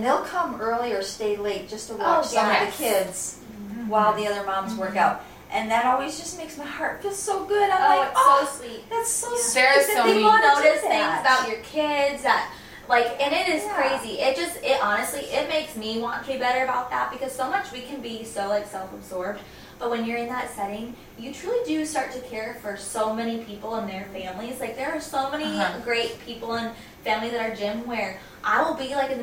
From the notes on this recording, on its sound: Sorry about the video and audio quality this week.